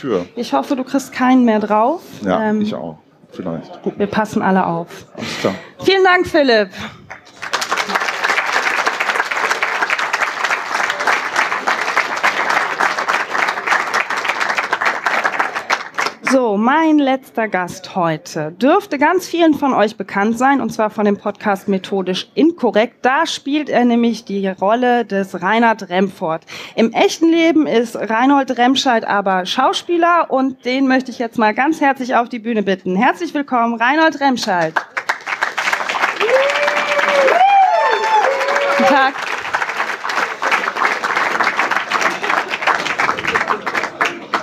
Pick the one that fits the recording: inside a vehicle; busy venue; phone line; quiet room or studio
busy venue